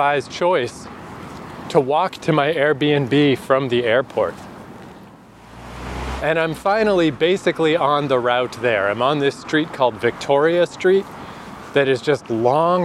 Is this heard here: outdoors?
yes